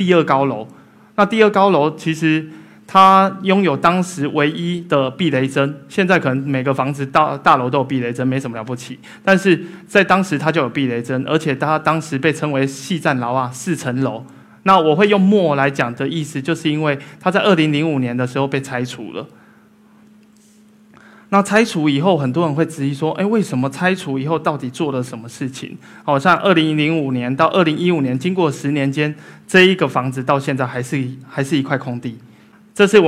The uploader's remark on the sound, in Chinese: 一席现场